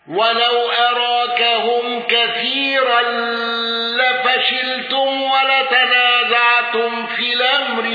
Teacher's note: الأزرق بفتح الراء وتفخيم راء كثيرا والنقل